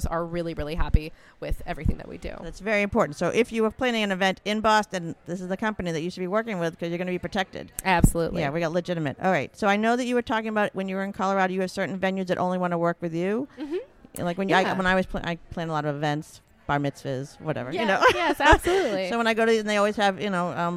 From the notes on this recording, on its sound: on location at the Cannabis Wedding Expo in Cambridge, Massachusetts